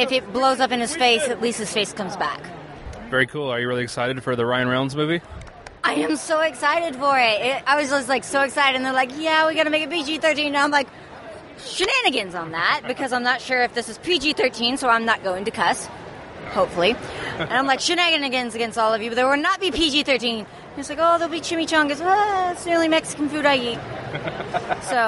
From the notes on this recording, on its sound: Indy PopCon 2015 - Wrap-up and Booth Recordings with Con Attendees.